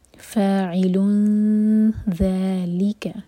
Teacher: اخفا یعنی کہ نون کے ساؤنڈ کو ہم چھپائیں گے، نون کے مخرج کو ٹچ نہیں کریں گے، دو سیکنڈس کا ٹائم دیں گے اور اس ٹائم میں ہم ذیل کے لیے زبان تیار کریں گے.